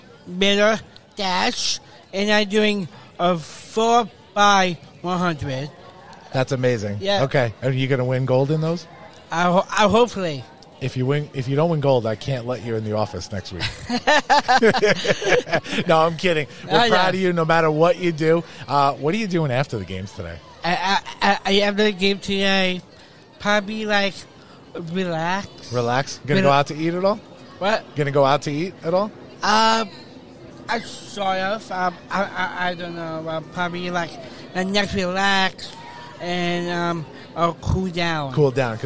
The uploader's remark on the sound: It's a live event recording. As The Launchcast crashes the Special Olympics Northeast Long Island Regional Spring Games in our hometown of Farmingdale, New York! We set up our show in Media Row.